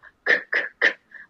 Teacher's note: Da geht der Zungenrücken nach oben an den Gaumen.